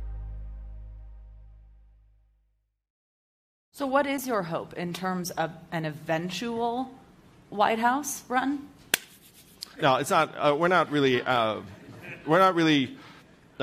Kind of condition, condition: setting, live audience